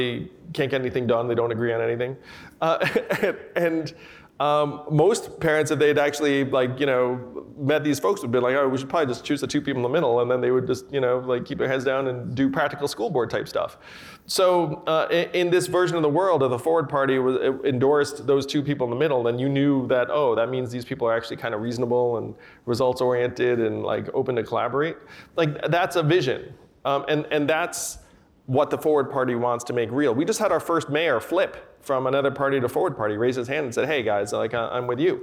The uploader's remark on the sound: We listen in on a conversation with the entrepreneur-turned-politician. Conversation from the Crosscut Ideas Festival.